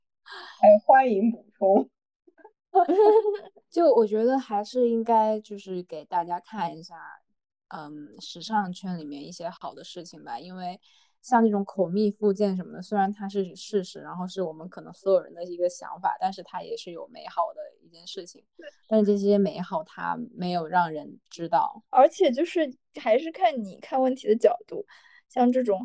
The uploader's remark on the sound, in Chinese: 本期节目我们三个人分别位于北京，上海，乌鲁木齐，异地录制初次试水可能不够精致与流畅。